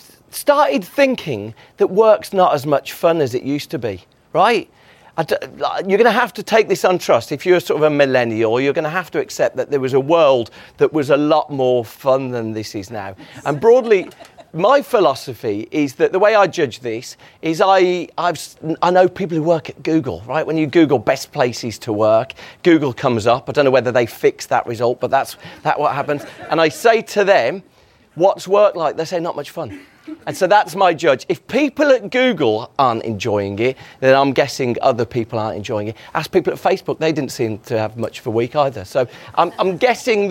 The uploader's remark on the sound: A brilliant live discussion from Ad Week Europe.